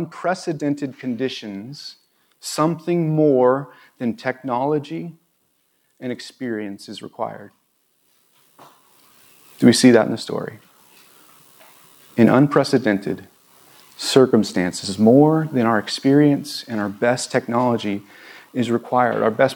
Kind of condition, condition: setting, large echoing room